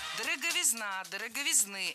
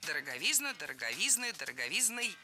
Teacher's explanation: Ударение в этом слове падает на суффикс «изн». · Shown in: second take · Во всех формах там и остается.